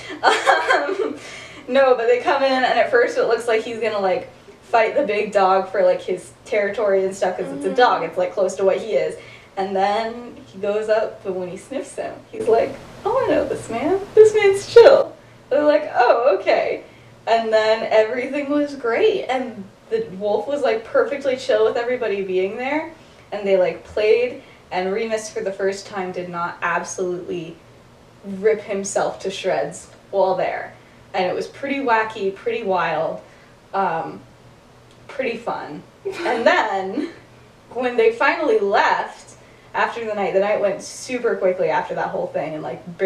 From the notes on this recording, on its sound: Bad audio. Whoops, the audio got worse.